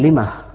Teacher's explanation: يقف بالهاء وليس بالميم يقف بالهاء وطبعا وارد أيضا في لغة الشعر والوقف بالهاء أيسر · Term: هاء السكت